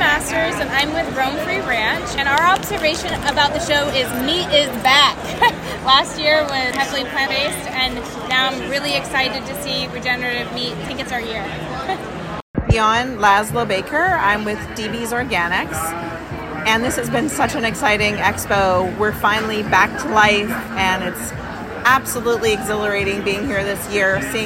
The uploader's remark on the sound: sound bites taken on the floor of Expo West